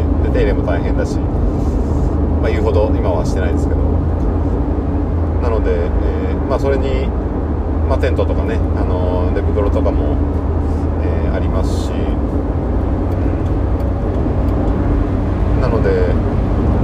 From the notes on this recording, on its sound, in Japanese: ハイウェイトーク。運転しながらのトークは難しかった。